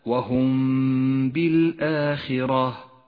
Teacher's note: وأخيرا الإخفاء الشفوي في قوله تعالى وهم بالآخرة، الميم الساكنة جاء بعدها حرف الباء، نخفي الميم بالباء مع بقاء غنة للميم زمنها حركتان، فلا نجافي بين الشفتين عند نطقها ولا نضغط عليهما بل نتوسط في ذلك.